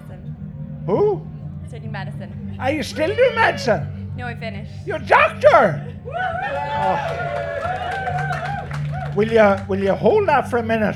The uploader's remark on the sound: Live from Electric Picnic